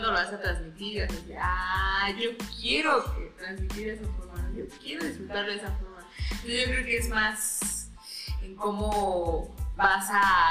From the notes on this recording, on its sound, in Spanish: Transmitimos en vivo dese Rutas Café Ciclista